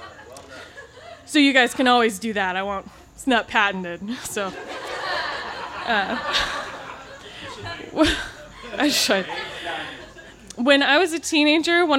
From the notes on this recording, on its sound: This story was recorded live on 12 September 2017 at Tiger!